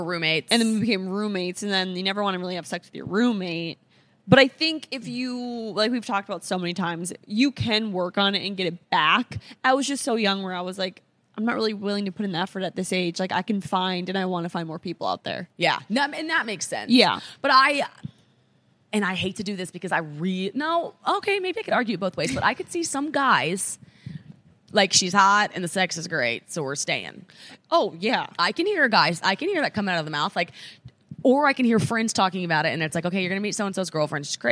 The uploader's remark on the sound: We’re in Charlotte live from worlds cutest bar.